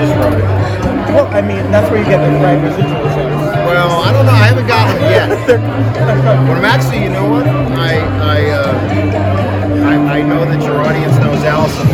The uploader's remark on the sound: We were at the opening night party! It was loud so the sound is a little on the rowdy side.